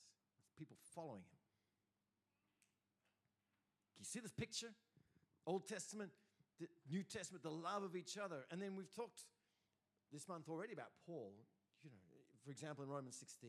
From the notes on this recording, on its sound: first preached in C3 Bathurst on 20 August 2023